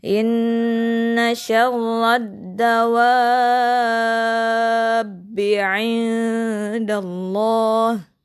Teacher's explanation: dibaca dulu 5 sampai 6 harokat wa-nya, kemudian ba-nya ditasdid ditekan